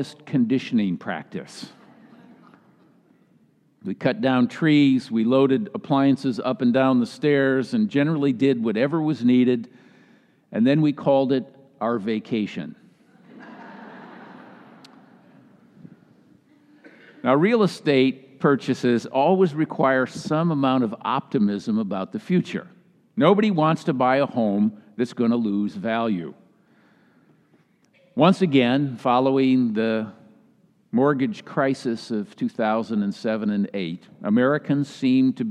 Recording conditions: large echoing room